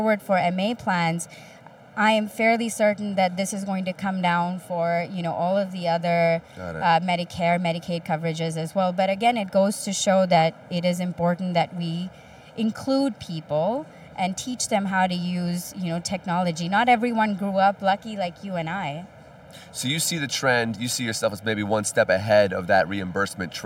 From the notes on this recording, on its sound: The interviews, recorded live at a recent health tech conference.